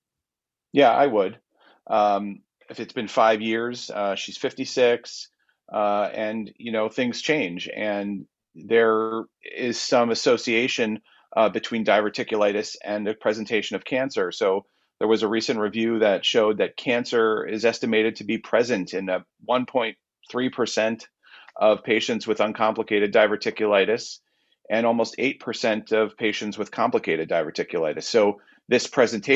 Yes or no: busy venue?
no